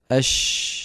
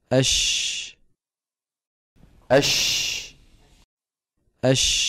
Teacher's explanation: من مخرج الشين، مو من الوترين، لأنه حرف إيه؟ مهموس